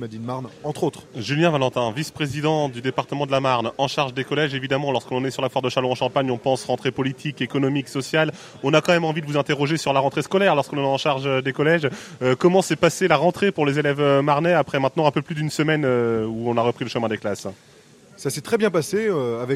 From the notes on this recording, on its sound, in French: RCF en direct de la 76e Foire de Châlons.